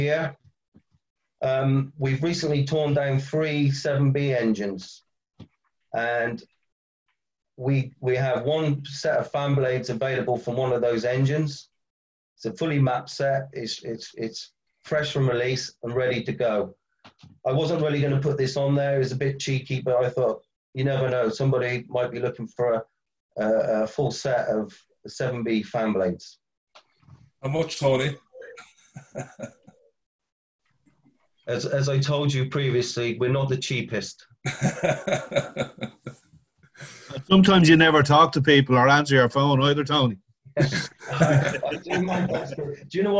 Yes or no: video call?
yes